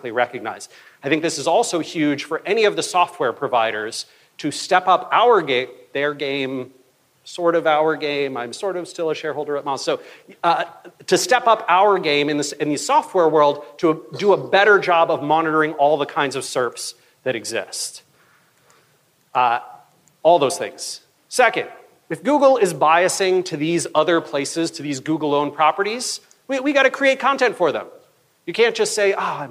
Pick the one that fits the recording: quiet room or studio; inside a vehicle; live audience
live audience